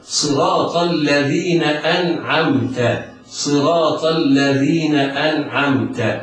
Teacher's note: وتنطق العين بلا تحريك للنون وبلا غنة كاملة للنون، ولكن تبقى أصل الغنة، وبلا سكت على النون · Term: الإظهار